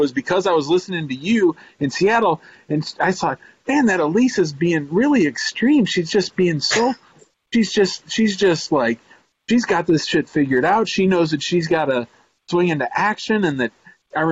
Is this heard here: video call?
yes